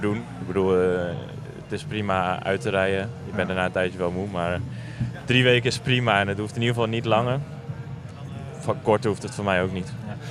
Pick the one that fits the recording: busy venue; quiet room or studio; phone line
busy venue